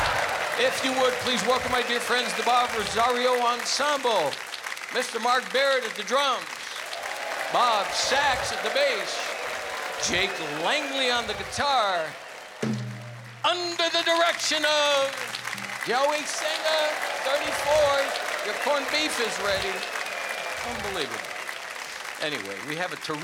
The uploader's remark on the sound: Live at the South Point Casino